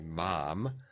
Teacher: it is an M made with the lip against the tooth · Term: labiodental nasal consonant